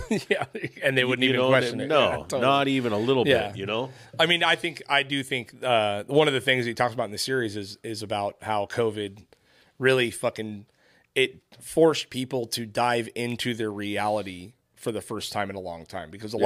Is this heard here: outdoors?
no